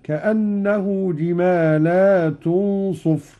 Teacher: قرأ قالون بمد اللام على الجمع هكذا